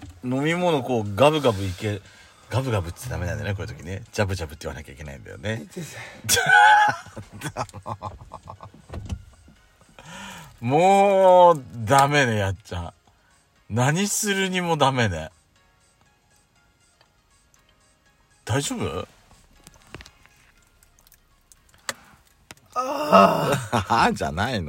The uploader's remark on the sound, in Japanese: パーキング収録